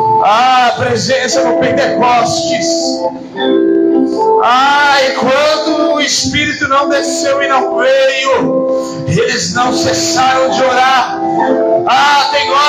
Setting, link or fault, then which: setting, large echoing room